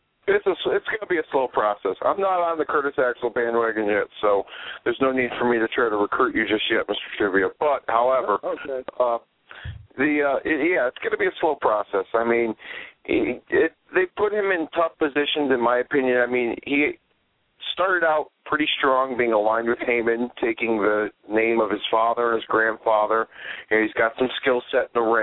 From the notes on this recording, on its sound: Of course YOUR phone calls.